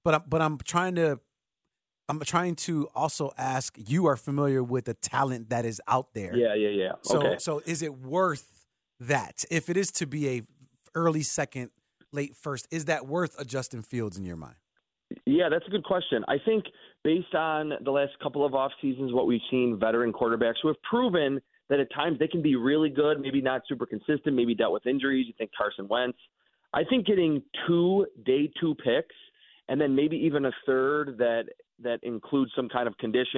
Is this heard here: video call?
no